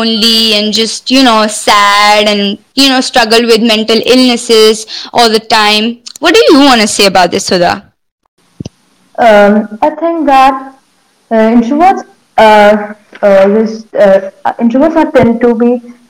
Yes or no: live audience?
no